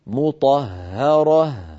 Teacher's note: أيضا في الآية 57 وقفنا على قوله تعالى لهم فيها أزواج مطهرة، مطهرة فيها هاءان، الهاء الأولى مشددة مفتوحة والهاء الثانية ساكنة عند الوقف، وكلتا الهائين بحاجة إلى بيان هكذا. مطهرة فلا بد من بيان صوت الهاء في هذه الكلمة.